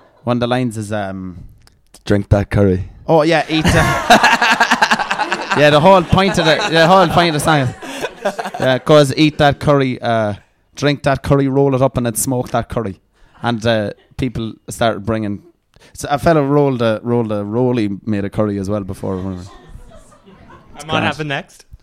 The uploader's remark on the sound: Live at Clonakilty International Guitar Festival. A live episode of the TPOE podcast recorded at O'Donovan's Hotel as part of Clonakilty International Guitar Festival 2019.